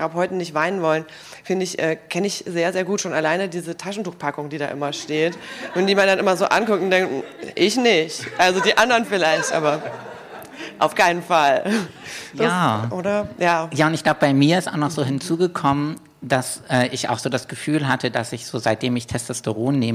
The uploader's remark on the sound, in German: Wir haben mal wieder live gepodcastet - diesmal im Roten Salon der Volksbühne im Rahmen des Festivals "Archäologie des Verlusts"!